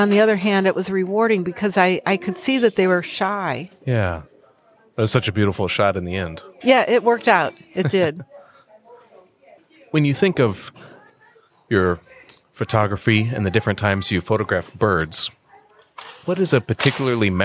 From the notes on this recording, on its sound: We recorded it a few hours later in the Birding Bazaar on the last day of the festival - where booths were being dismantled in the background. I apologize for all the noise.